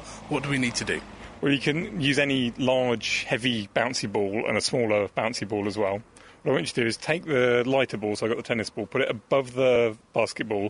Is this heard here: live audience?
no